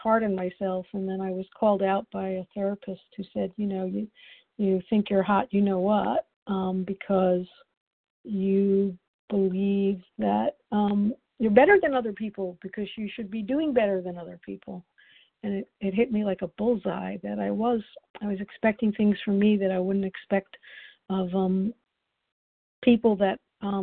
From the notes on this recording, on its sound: the 100 Pounders Phone Meeting